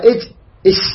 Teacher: هذا الأحرف تخرج من وسط اللسان · Term: احرف الشجرية